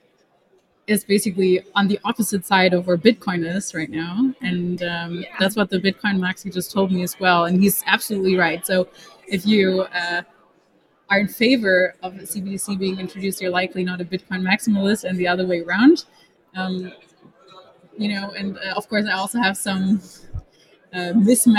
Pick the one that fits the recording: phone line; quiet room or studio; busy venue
busy venue